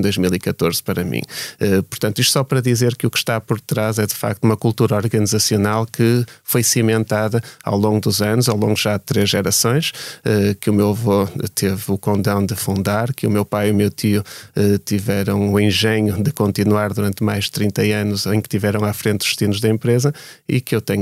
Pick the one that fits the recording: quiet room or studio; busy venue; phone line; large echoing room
quiet room or studio